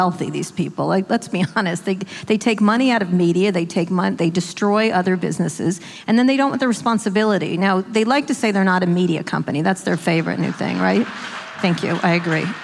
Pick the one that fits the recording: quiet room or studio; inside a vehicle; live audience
live audience